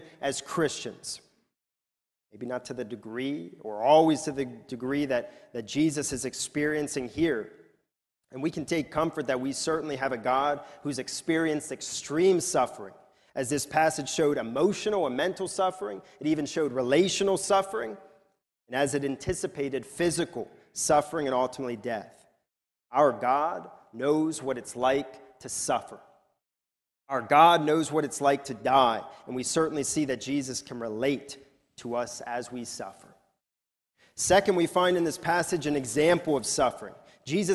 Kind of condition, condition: setting, large echoing room